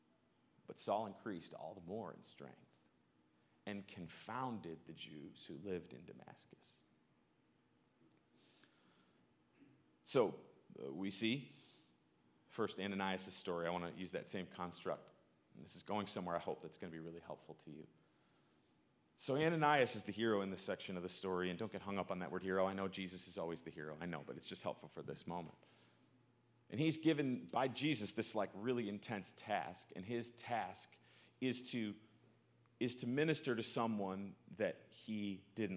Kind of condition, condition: setting, large echoing room